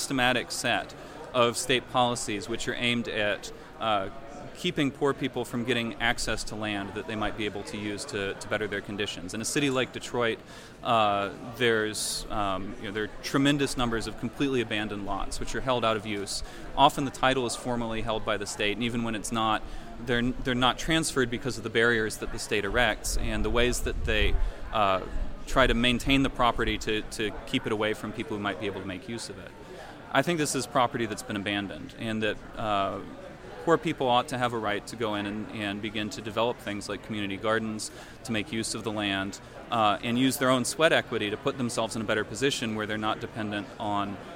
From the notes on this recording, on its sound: recorded on Septermber 1st at Libertopia Festival